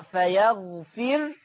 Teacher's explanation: أما ورش عن نافع فيقرأ فيغفر، ها، بسكون الراء، فلما تبقى الراء ساكنة وما قبلها مكسور فتبقى مرققة